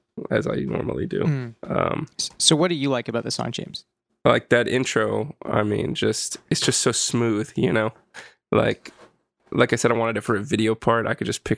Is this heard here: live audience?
no